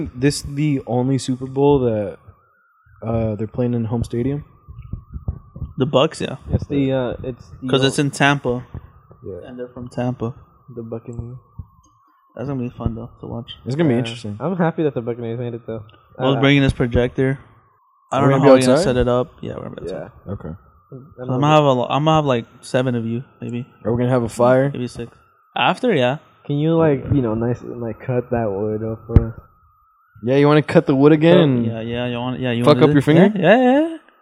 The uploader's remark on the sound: We apologize for the high pitched static in the background.